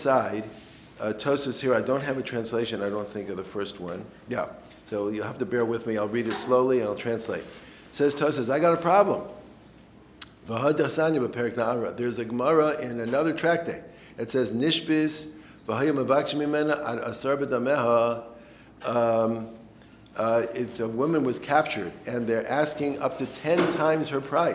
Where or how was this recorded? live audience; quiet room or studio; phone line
live audience